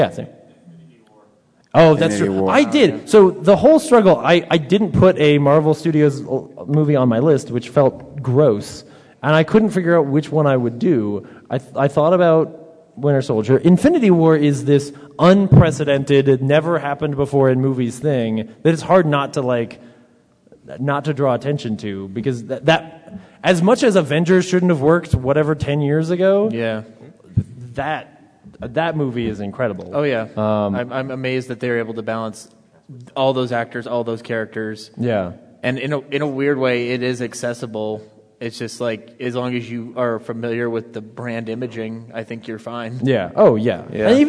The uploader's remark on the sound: In front of an audience at Denver Comic Con.